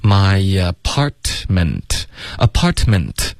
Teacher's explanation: my apartment,两个特的音都省略